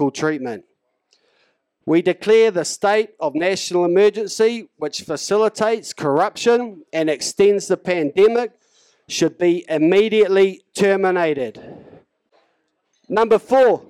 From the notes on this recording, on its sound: Let’s Not Forget Tour Stop 13 - Taupo - Waikato. The mic was opened up to all.